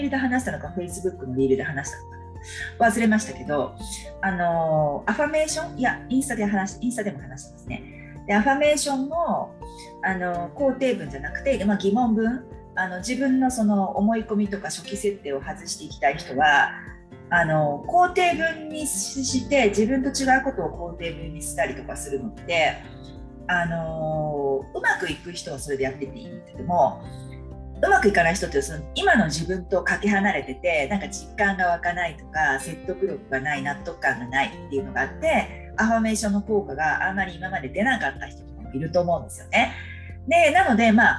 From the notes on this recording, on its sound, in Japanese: インスタライブの録音編集をお送りします